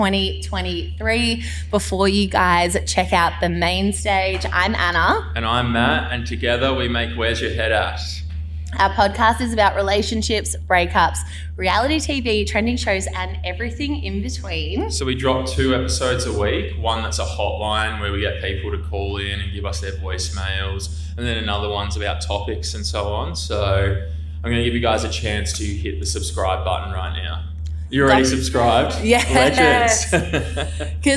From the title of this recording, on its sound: LIVE FROM SPLENDOUR IN THE GRASS!